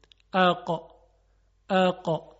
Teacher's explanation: انتهای زبان میره برخورد میکنه به سقف دهان که نرم کامه، یعنی قسمتی که خیلی هم نرم و انعطاف پذیره، و بعد از اینکه زبان کنده میشه حرف قاف تلفظ میشه.